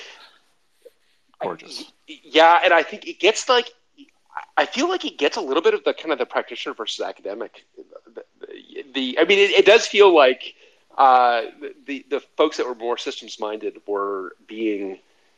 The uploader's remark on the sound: the recording for our Twitter Space for November 15th, 2021